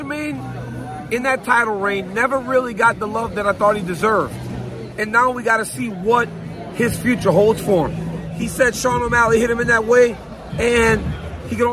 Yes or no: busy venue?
yes